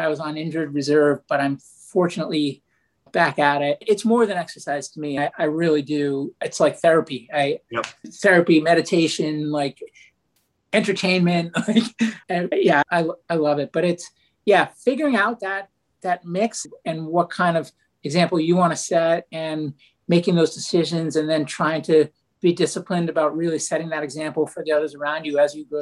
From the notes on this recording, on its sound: a virtual fireside chat